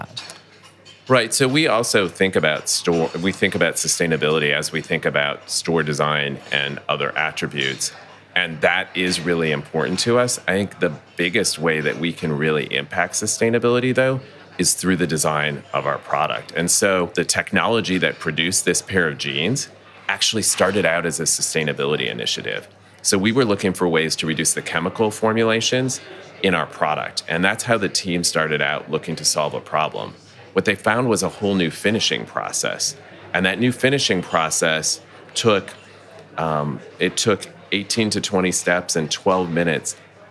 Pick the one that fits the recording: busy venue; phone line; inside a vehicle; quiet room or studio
busy venue